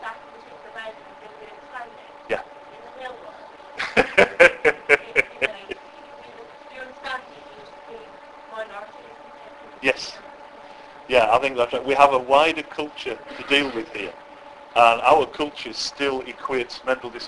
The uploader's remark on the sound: This is the second part of a lengthy keynote speech I gave to a group of care providers at their conference in Walsall, UK.